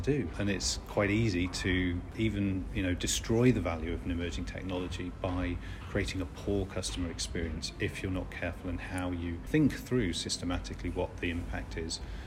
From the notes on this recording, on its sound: This week we come live from Forrester's CX EMEA conference